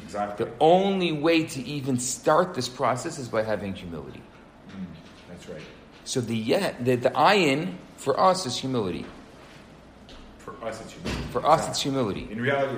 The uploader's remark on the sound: Recorded Live at Rohr Chabad NDG in Montreal, Canada on May 30, 2018